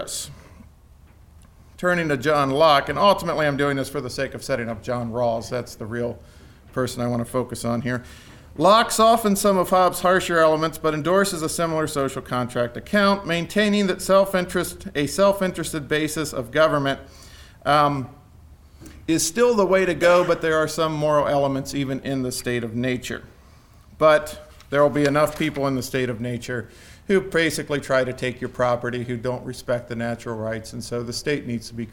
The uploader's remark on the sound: Conference at Franciscan University of Steubenville.